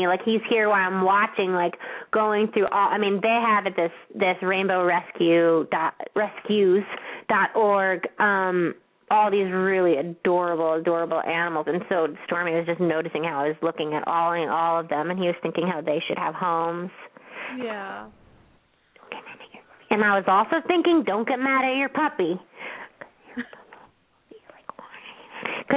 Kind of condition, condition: link, phone line